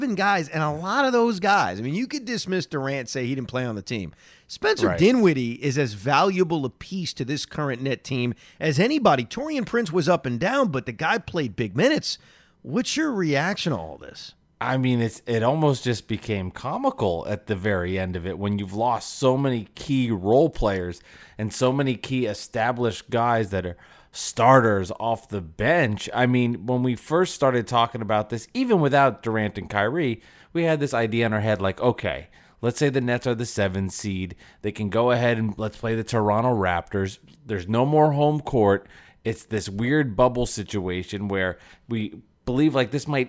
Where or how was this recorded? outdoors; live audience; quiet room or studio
quiet room or studio